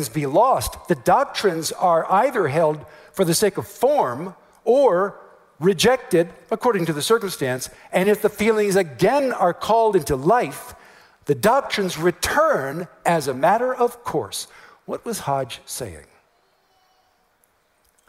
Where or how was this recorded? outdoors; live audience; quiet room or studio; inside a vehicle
live audience